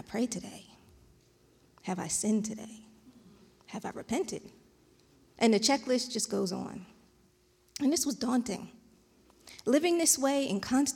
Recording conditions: large echoing room